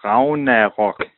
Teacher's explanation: So the Viking way of saying it would be Ragnarok, okay? No G, no hard G. It's more like a V. But Ragnarok is the way we usually would pronounce it here.